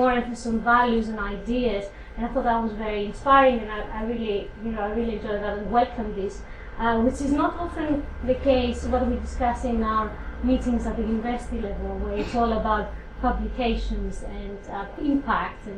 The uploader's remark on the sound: speaks at SRHE Higher Education Policy Network Event - Academic Mobility and Brexit